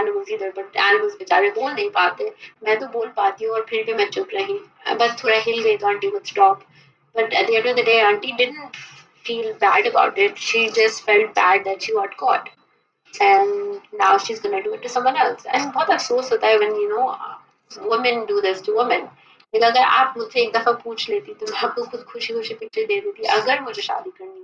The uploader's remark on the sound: Sorry for the audio quality